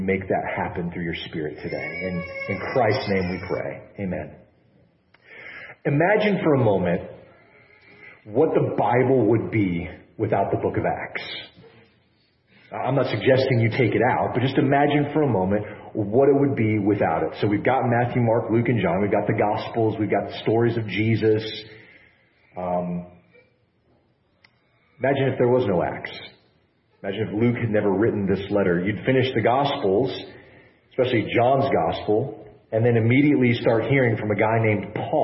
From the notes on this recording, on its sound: apologies for the poor audio quality this session